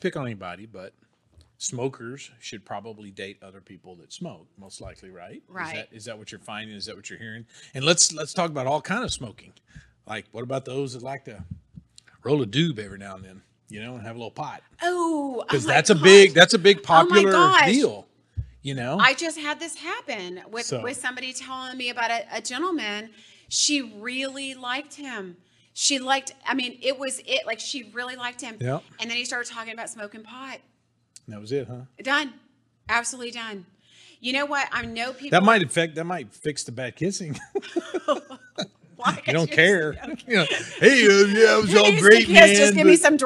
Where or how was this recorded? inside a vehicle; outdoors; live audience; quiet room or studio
live audience